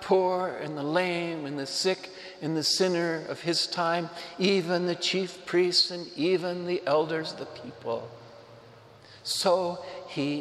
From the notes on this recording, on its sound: Homily preached to the Saint Francis Catholic Community in Cuenca, EC